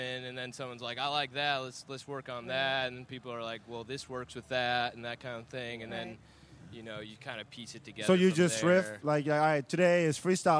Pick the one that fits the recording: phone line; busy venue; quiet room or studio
busy venue